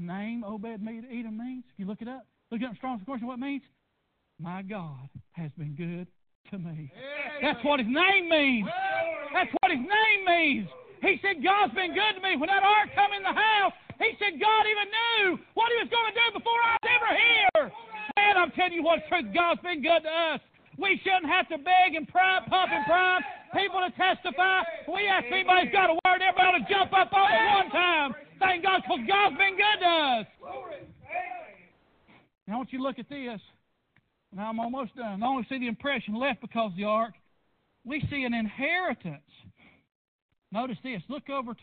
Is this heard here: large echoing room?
yes